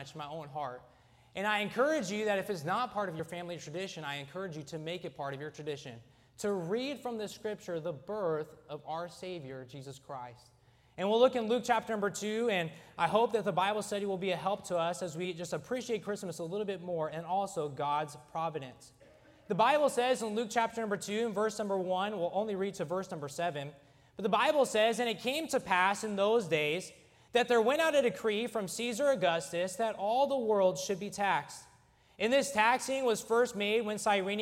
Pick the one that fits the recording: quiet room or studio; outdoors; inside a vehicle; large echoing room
large echoing room